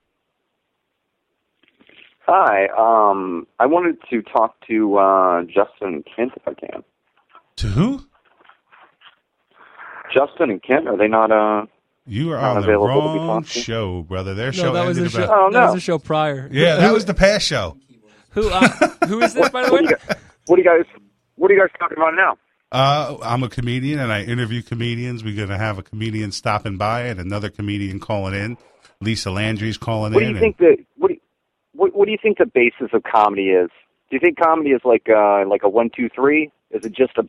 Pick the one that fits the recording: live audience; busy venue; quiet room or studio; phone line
phone line